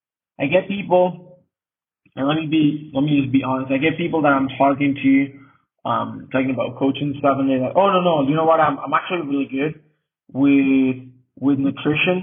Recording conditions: poor sound quality